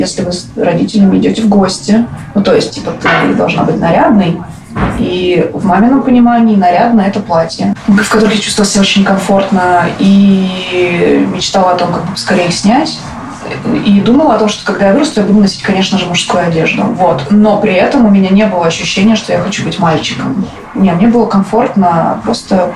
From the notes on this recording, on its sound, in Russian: Записаться тоже в баре. И все это под звуки живущего своей жизнью бара.